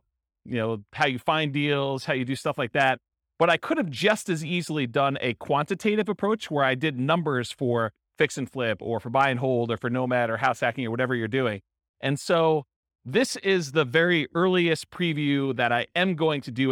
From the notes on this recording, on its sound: This was a live class recorded. In South Bend, Indiana.